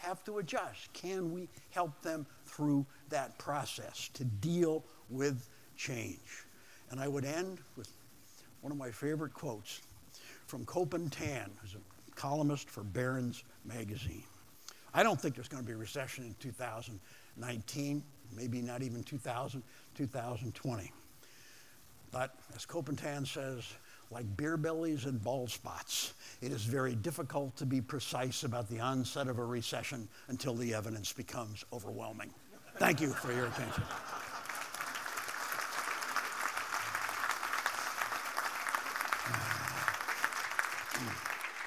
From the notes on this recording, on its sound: Business leaders from the Portland, Oregon metro region came together. This audio is from the entire two hour event.